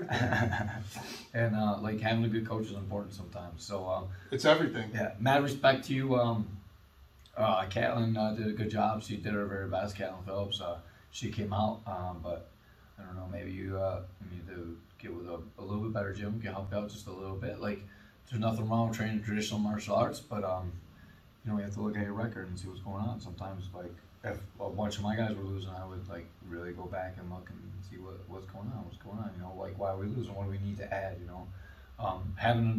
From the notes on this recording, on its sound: We shot outside of the studio and at the gym instead.